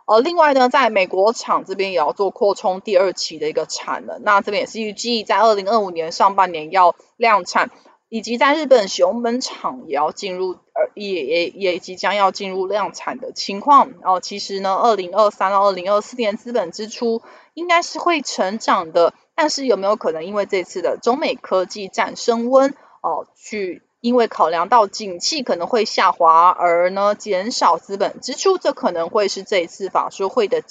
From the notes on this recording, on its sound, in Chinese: 本集有些許雜音，已亟力避免，如有察覺請多多包涵。